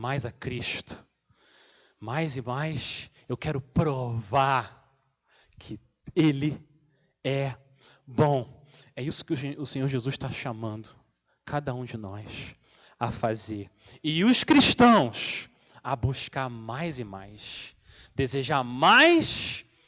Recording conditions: large echoing room